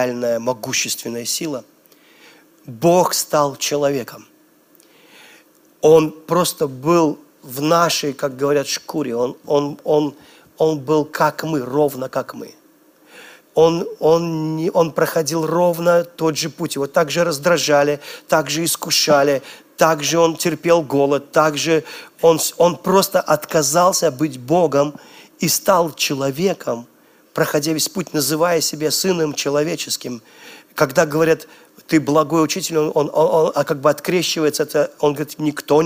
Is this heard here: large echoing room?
yes